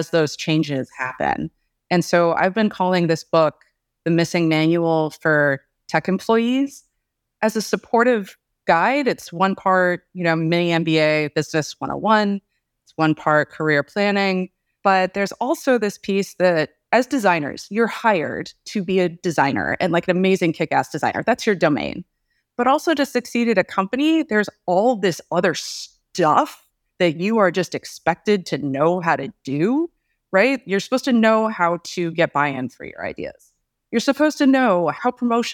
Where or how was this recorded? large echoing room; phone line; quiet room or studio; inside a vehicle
quiet room or studio